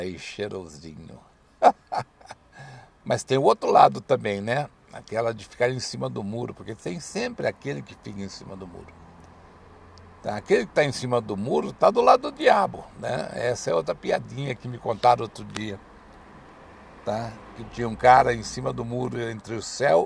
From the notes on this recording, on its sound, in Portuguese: Esperando no carro. Gravado no meio da rua.